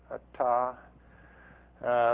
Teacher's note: In a ta, it's this alveolar region right behind the teeth, a ta, where this comes up and hits the palate.